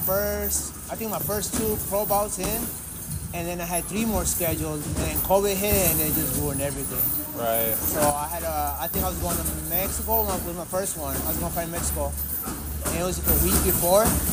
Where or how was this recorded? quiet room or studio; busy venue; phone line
busy venue